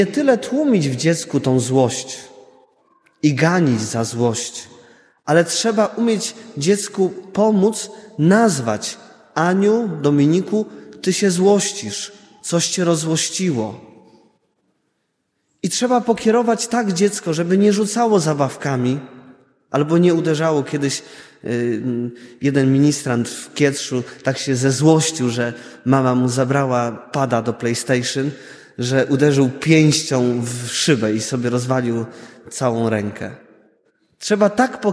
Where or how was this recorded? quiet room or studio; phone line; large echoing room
large echoing room